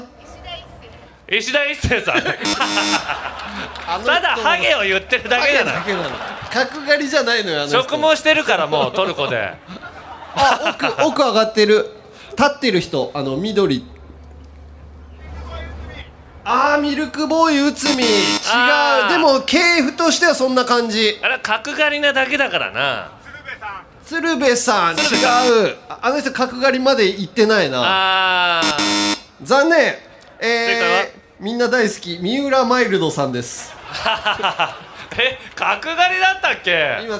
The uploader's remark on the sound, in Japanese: ラジオパークで行った公開収録の模様をお届け！！会場の皆さんで録ったジングルも...!?